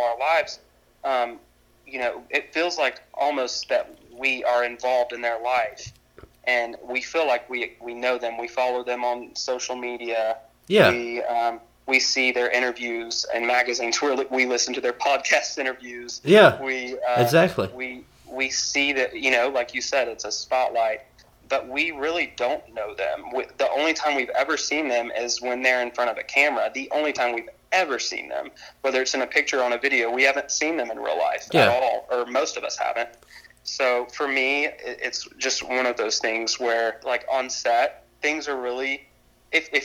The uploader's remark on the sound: burnt the phone lines down